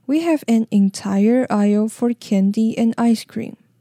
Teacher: 首先在 in the grocery store 这边，语调可以往上扬，好让听众注意你后面要带出的对比的内容。那句子的最后 candy and ice cream 的语调则是要往下沉，然后表示这个句子要结束了